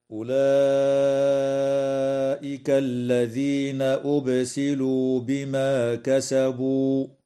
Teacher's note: تمد الألف قبل الهمزة من كلمة أولئك من قبيل المد المتصل بمقدار 4 أو 5 حركات، وتقلقل الباء في كلمة أبسلوا، ويجوز الوقف على قوله تعالى بما كسبوا من قبيل الوقف الكافي هكذا: أولئك الذين أبسلوا بما كسبوا.